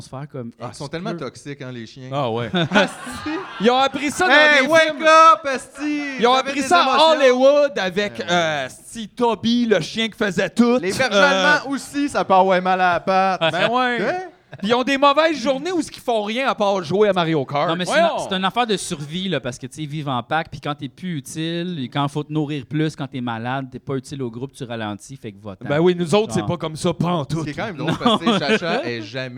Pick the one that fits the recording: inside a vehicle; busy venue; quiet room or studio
busy venue